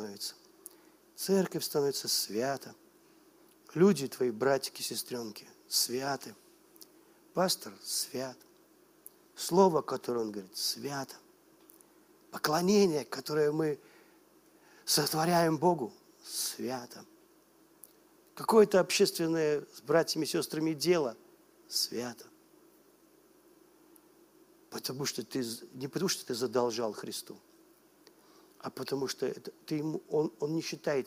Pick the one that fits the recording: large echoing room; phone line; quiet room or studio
large echoing room